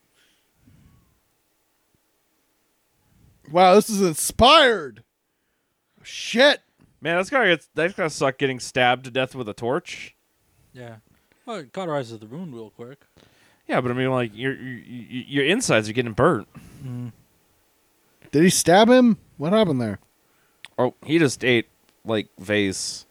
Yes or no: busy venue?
no